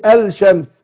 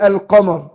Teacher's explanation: فهنا هنا الراء مشددة في الاثنين عشان ادغام اللام، اللي هي اللام الشمسية اللي زي يعني بيسموها شمسية عشان ما اجي انطق الشمس، بقول الشمس ما بقولش الشمس. فهنا اللام الشمسية مدغمة في الشين فمش بتتنطق، بخلاف اللام القمرية